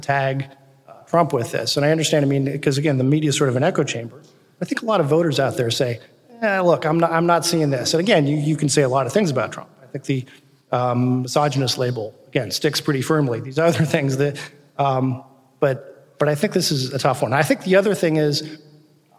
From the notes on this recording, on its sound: first ever live podcast, recorded 11/1/18 in Cincinnati Ohio's Memorial Hall as part of the inaugural Cincinnati Podcast Festival